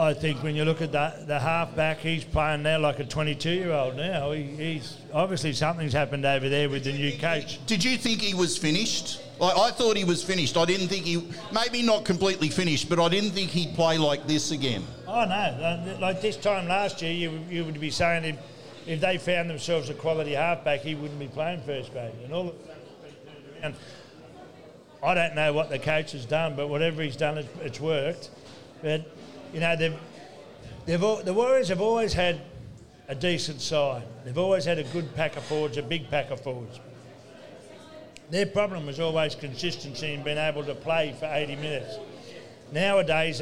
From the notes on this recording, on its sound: live from Jacks Bar & Grill